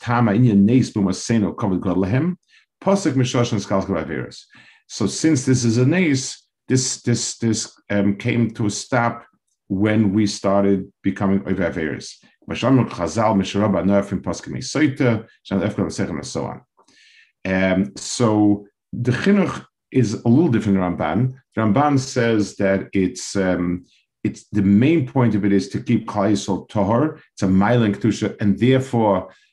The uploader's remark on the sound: This shiur take place over Zoom.